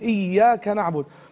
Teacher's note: بعض الناس قد يقرأ إياك نعبد وإياك نستعين، والإيا في اللغة العربية بمعنى ضوء الشمس، لابد أن تشدد إياك نعبد